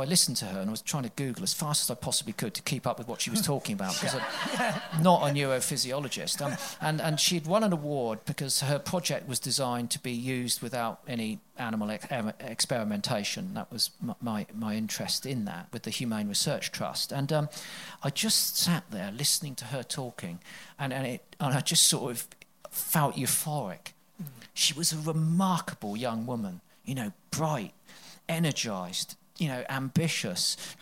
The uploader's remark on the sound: Plate Up! Live at COP26. Enjoy the full live recording.